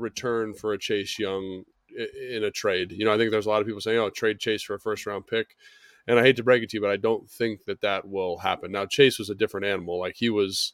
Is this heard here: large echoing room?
no